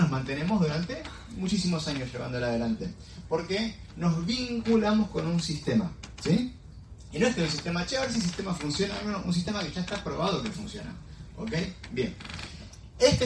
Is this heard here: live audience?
yes